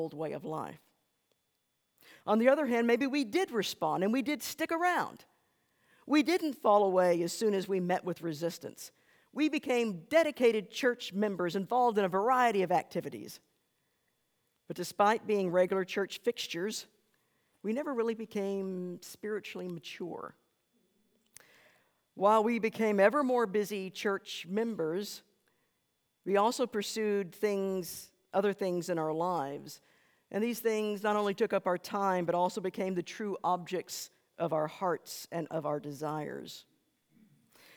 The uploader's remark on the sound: This is a recording of the scripture and sermon portion of our service